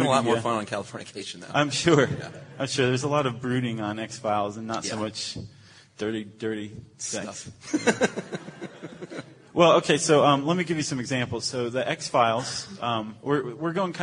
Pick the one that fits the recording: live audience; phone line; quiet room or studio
live audience